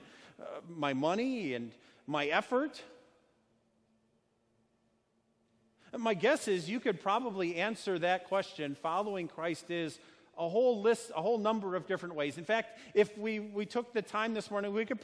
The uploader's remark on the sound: A sermon delivered at Our Savior Lutheran Church in Birmingham, AL, on Sunday, June 30, 2019.